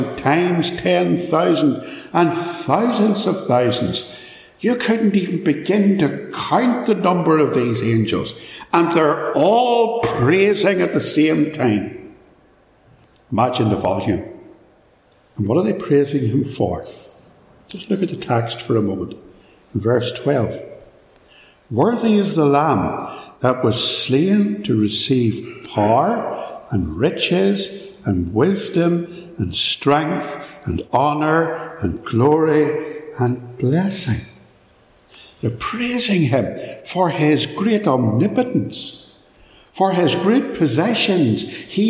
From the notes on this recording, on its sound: A sermon preached at Ballymacashon on Lord's Day 3rd July 2022.